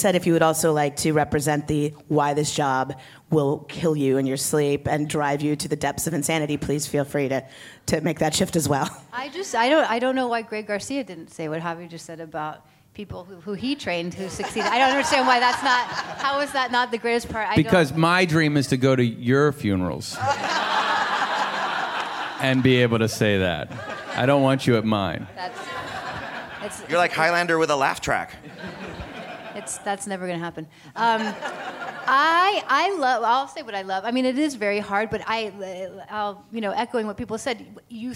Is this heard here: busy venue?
yes